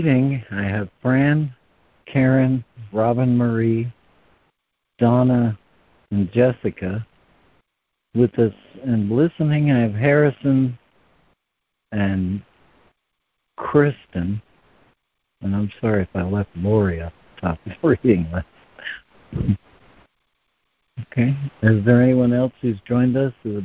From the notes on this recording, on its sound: ACIM Daily Conference Call.